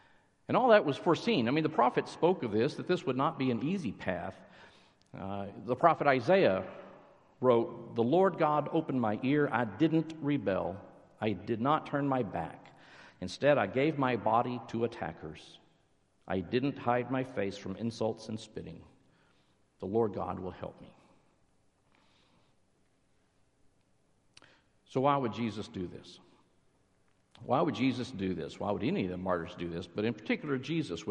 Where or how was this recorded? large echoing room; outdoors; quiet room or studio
large echoing room